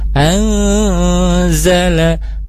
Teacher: Selanjutnya di angzala, di sana ada nun sukun bertemu zai, maka ada ikhfa, maka disamarkan dan ditahan, ya ditahan dulu angzala seperti itu.